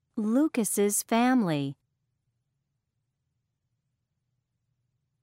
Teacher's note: And some words like Lucas's and Mr. Gomez's make an is sound. It's an extra syllable.